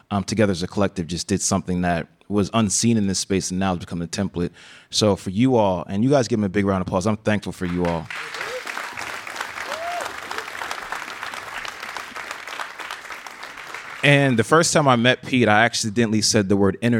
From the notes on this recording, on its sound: After that episode dropped, we invited Reggie’s friends, family, and colleagues to record a live show at the BRIC Ballroom in Brooklyn.